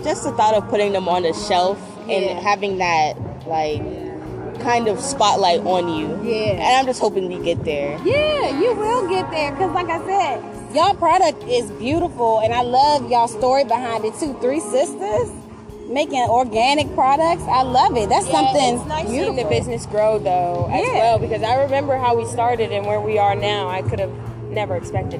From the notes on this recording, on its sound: We are live at 365 IN HIS HANDS Vending Event highlighting local businesses right here in the DMV!